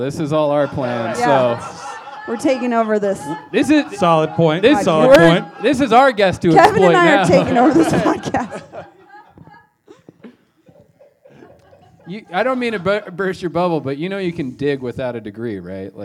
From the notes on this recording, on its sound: Recorded in front of a "studio" audience at Mutiny Information Cafe in Denver! Recorded in front of a "studio" audience at Mutiny Information Cafe in Denver! This live event features a solo set.